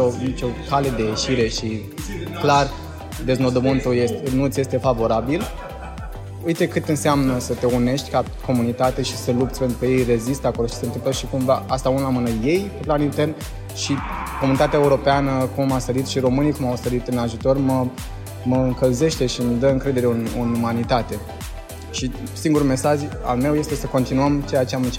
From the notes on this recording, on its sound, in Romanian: Interviu cu artisti de pe scena celui mai mare concert caritabil din Romania